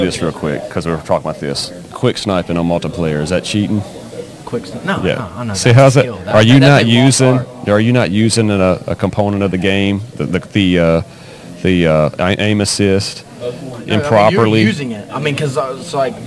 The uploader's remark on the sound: LIVE* MS Comic Con 23